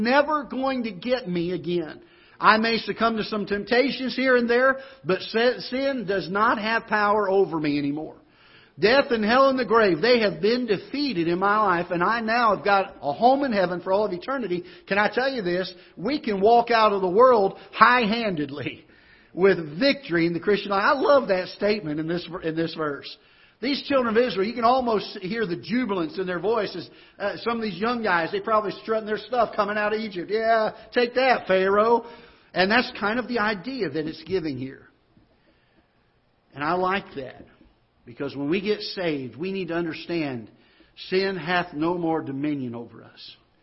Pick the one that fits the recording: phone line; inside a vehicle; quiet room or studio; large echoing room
large echoing room